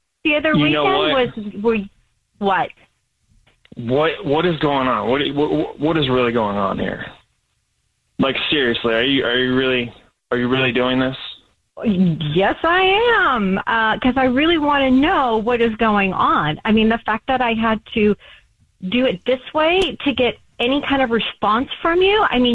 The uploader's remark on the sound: There is a woman on the phone who thinks her boyfriend is cheating on her.